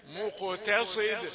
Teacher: خد بالك من أن التاء اللي قبل الصاد مرققة يعني ما تأثرش عليها الصاد · Term: التاء رقيقة